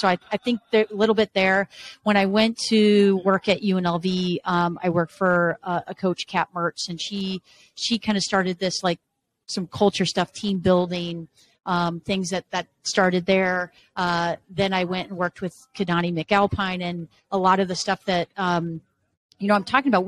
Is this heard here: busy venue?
yes